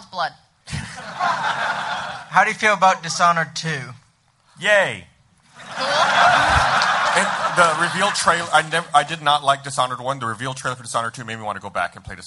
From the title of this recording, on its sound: LIVE from RTX